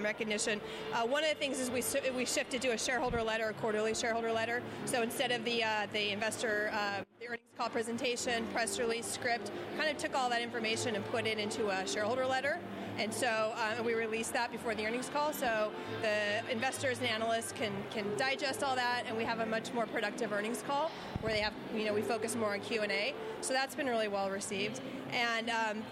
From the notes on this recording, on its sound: In the second part of the show, we report live from the floor of the ESG Integration Forum – Autumn, held this November in London. For a roundtable discussion.